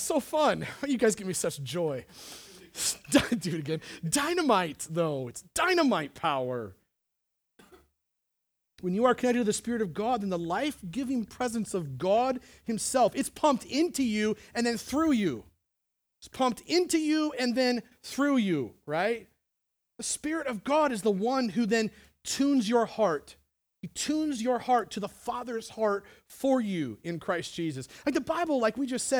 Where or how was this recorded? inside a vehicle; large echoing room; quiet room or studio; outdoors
large echoing room